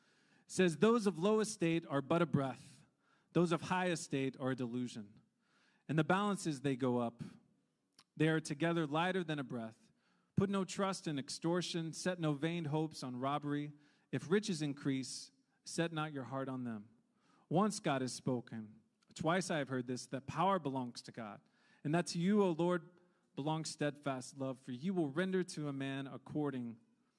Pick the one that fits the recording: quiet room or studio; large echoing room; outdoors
large echoing room